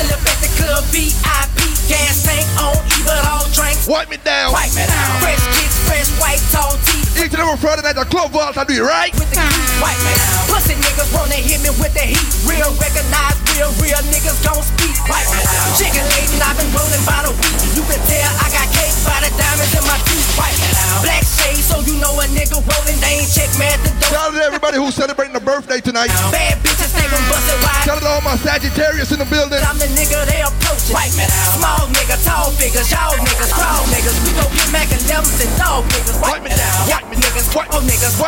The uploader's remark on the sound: Tropical Fridayz 11/24/23 (LIVE AUDIO).